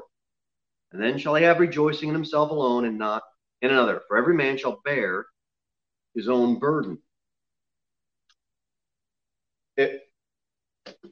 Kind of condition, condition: setting, large echoing room